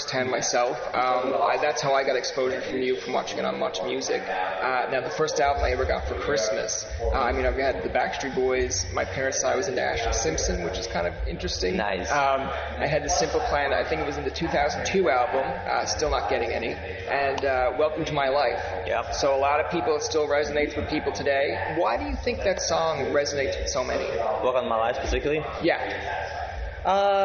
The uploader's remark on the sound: EXCUSE the background noise as this was done in Algonquin College when the band was doing press, and other members were being interviewed as well.